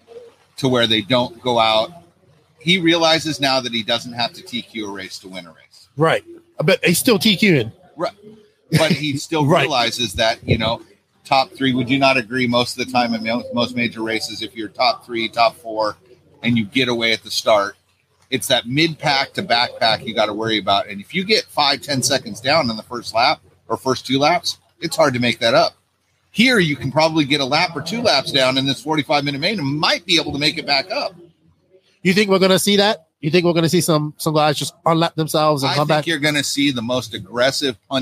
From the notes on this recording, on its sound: Live from The Dirt Nitro Challenge 2023. It is cold windy andrainy here at the DNC but we are going live to take your Questions and talk DNC !!!